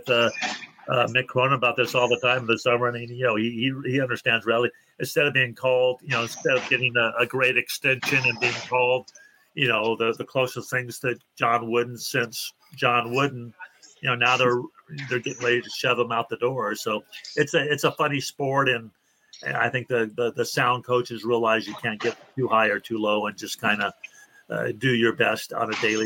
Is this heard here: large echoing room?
no